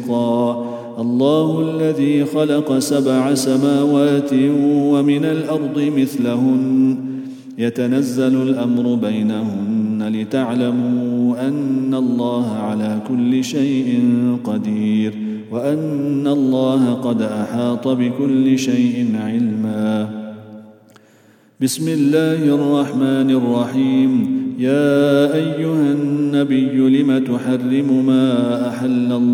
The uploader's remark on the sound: at the Houghton Masjid (West Street)